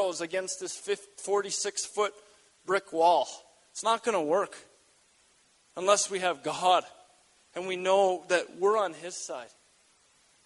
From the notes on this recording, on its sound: We gathered at North Pointe Community Church in Edmonton, AB as the first significant snow fell outside.